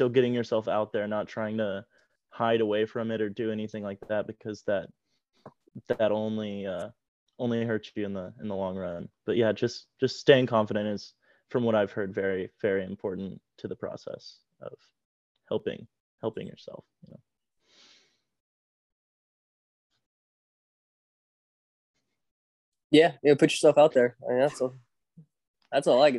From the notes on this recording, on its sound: I do know that I do cough a lot as well as the bad wifi issues